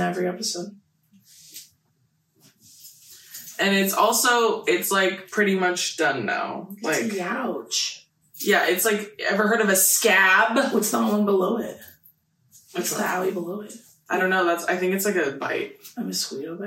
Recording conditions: poor sound quality